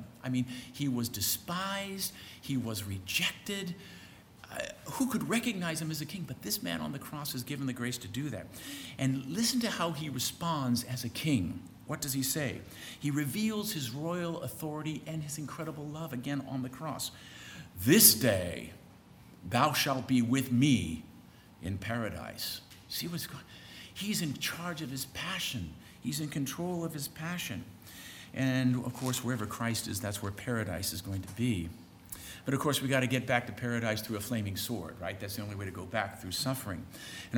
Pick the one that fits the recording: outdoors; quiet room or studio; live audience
live audience